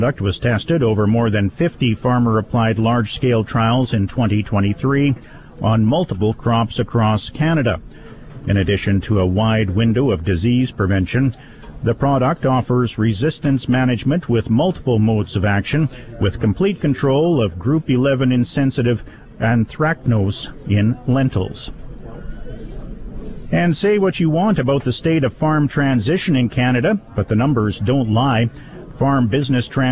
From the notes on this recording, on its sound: It's Day 3 of the Western Canadian Crop Production Show in Saskatoon. Bring you Sask Ag Today live from the show.